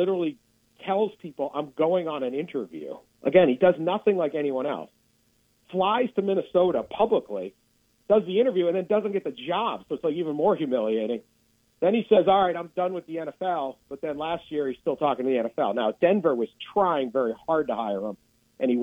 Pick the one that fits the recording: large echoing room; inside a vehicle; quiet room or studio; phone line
phone line